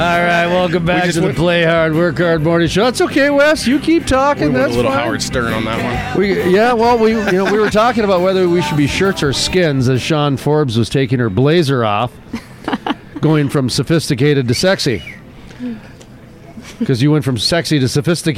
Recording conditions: busy venue